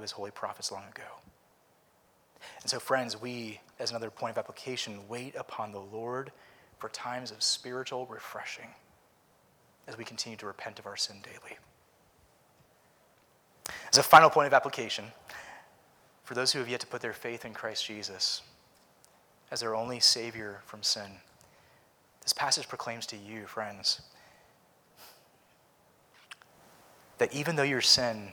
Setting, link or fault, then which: setting, large echoing room